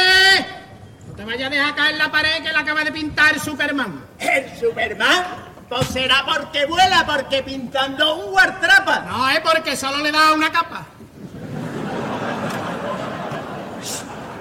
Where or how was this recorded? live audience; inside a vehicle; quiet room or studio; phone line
live audience